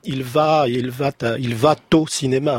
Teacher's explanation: C'est une liaison avec un T mal à propos. · Term: cuir